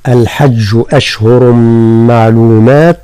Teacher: كأن نرقق الحاء من الحج، ثم نبين الشدة من حرف الجيم مع الشدة في الجيم